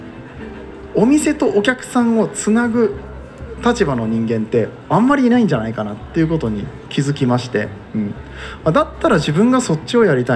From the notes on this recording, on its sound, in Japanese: 公開収録。Coffee Trip by hygge market in 松坂屋上野店。